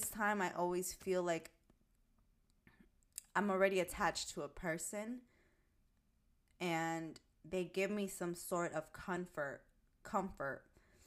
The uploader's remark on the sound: Volume up! My recording seems low.